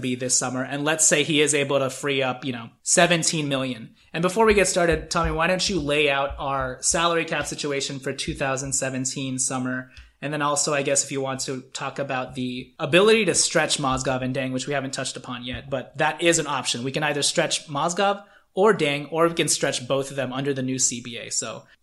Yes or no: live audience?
no